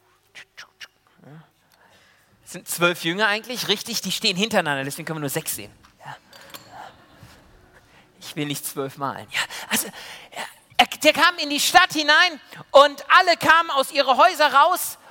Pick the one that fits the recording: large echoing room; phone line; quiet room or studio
large echoing room